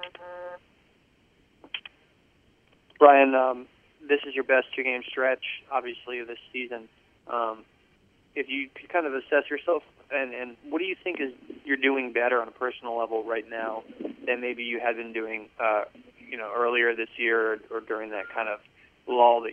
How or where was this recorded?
phone line